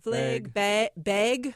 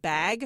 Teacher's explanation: with an E or an A ending in a hard G, often people raise that vowel. · Shown in: first take